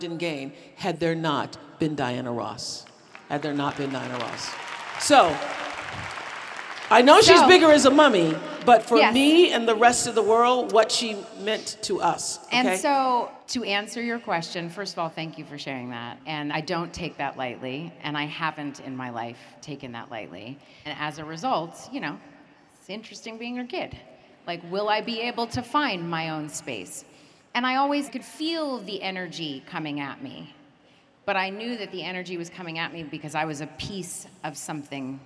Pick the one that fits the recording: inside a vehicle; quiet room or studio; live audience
live audience